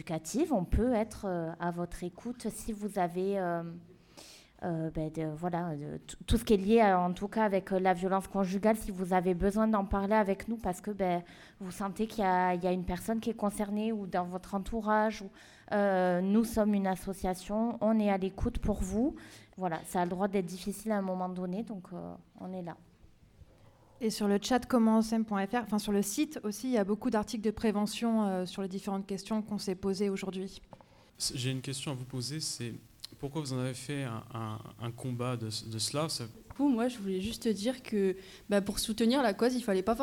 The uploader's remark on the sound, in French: Des extraits de l'émission de débat et d'échanges autour des violences faites aux femmes, avec le public lycéen.